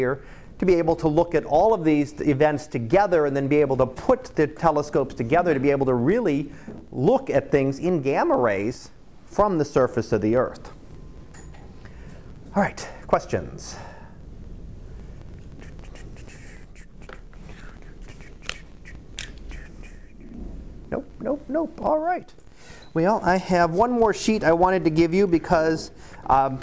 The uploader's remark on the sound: Live Class Lecture 2018 Oct 18